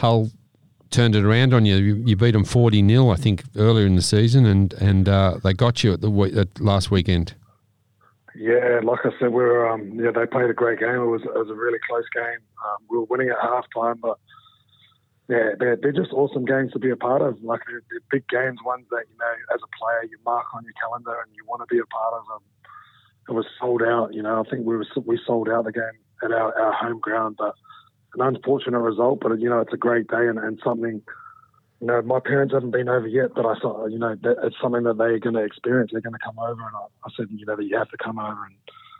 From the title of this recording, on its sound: calls in from across the pond